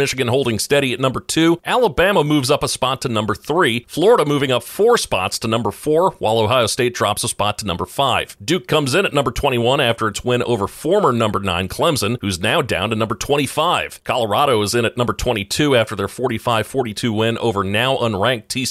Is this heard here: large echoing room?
no